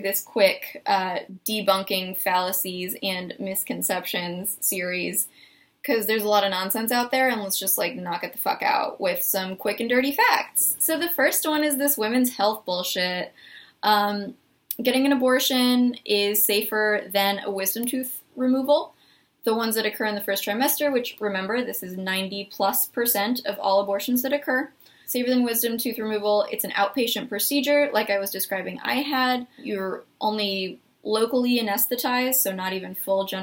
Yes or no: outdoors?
no